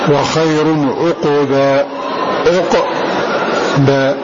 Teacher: قول الله جل وعلا وخير عقبا، وعقبا سكون الضم نصفة، فعاصم وحمزة قرأ وخير عقبا بسكون القاف